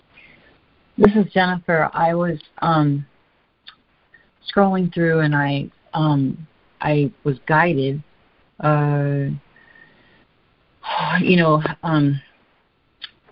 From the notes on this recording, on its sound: ACIM Daily Conference Call